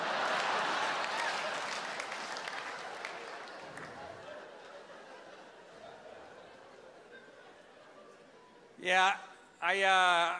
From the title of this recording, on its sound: Stand Up - 2008